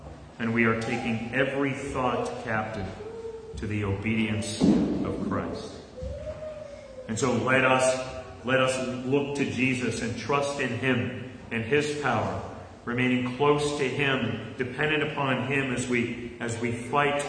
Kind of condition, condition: setting, large echoing room